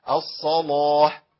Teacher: صاد مفتوحة محركة بفتح، جي بعدها لام محركة بفتح، يبقى غلظ اللام